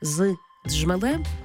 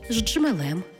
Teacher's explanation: Коли поєднується свистячий «з» з шиплячим «джи», утворюється «ждж» · Shown in: second take · «ждж». Тобто кажемо не «з джмелем», а «ждджмелем».